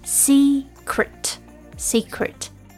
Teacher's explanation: The word secret, S-E-C-R-E-T, the first E is a long E sound, and the second E is a short sound